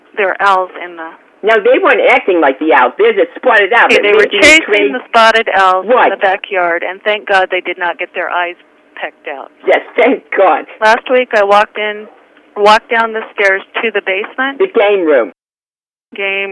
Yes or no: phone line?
yes